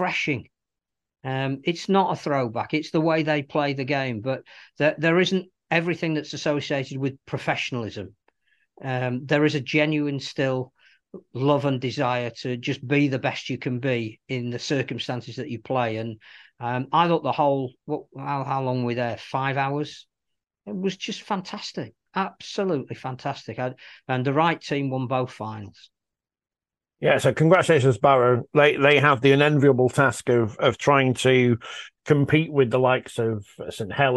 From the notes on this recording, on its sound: In a new home, but a return to Zoom for this week.